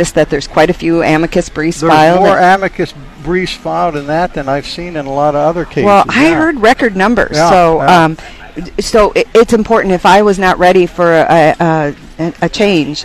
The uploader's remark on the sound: Live at the Iowa State Fair 2021